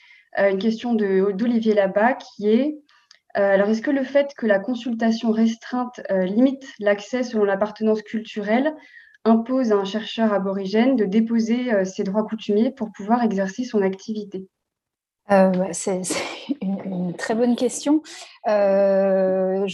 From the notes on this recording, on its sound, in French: Enregistré sur Zoom le 4 février 2021